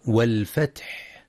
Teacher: ينتبه القارئ لهمس الحاء في والفتح وبيان همس ورخاوة الحاء أيضا في فسبح